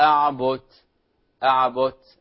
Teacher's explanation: سمعناهم يقلقل الدال قريبة من التاء. ما أعبد أعبد كأنها تاء، فانتبهوا لهذا الأمر، لا تخرج إلى مخرج التاء.